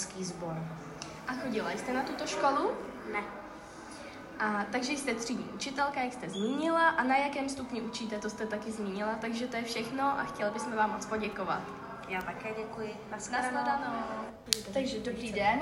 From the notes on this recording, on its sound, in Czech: live rozhovory s návštěvníky školy přímo v jejích prostorách